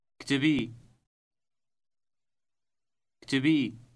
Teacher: This word ends in a long stressed e sound.